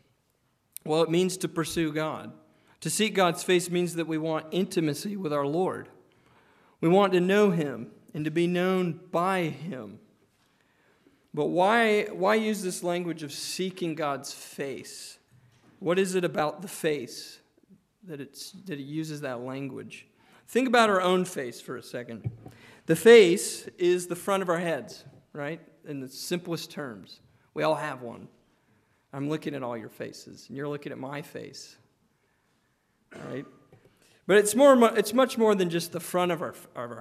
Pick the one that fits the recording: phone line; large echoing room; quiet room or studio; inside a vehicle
large echoing room